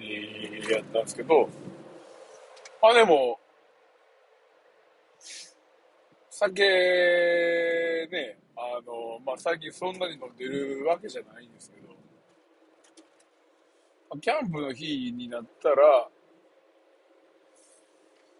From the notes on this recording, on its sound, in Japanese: サーフィンに向かう道中で収録！